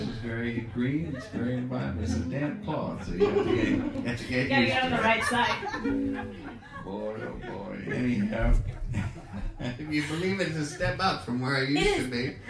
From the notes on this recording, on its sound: In this live episode